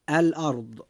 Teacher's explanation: كلمة الأرض فيها حرف الراء جاء ساكنا وقد جاء ما قبله مفتوحا، فيجب أن تفخم الراء عند نطقنا لكلمة الأرض هكذا: الأرض.